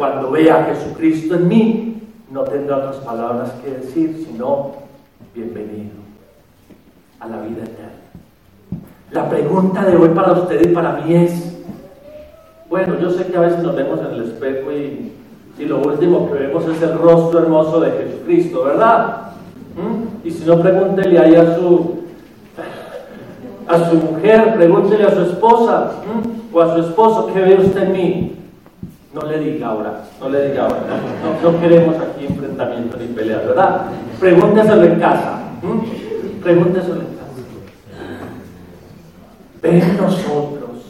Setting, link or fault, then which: setting, large echoing room